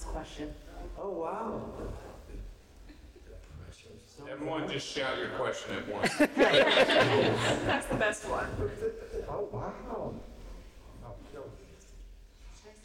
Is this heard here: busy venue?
yes